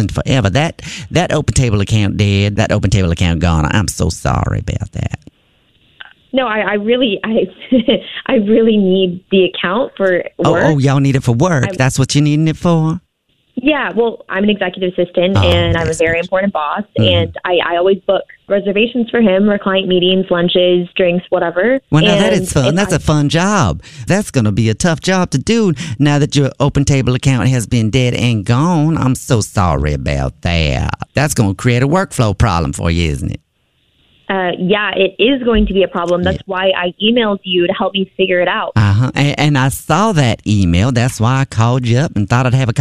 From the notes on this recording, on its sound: Phone Prank